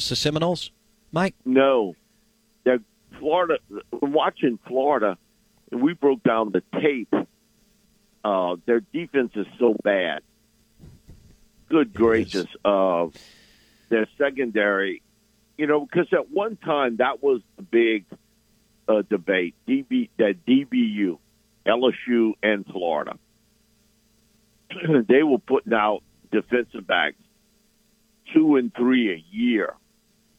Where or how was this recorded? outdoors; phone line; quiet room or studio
phone line